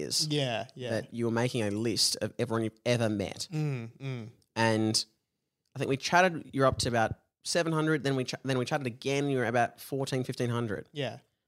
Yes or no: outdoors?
no